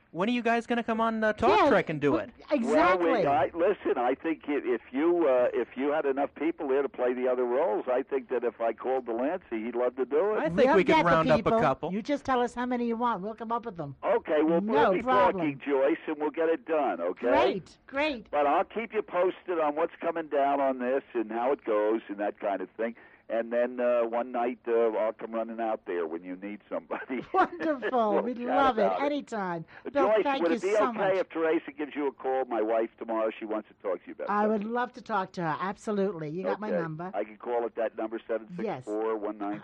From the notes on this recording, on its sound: Surprise phone guest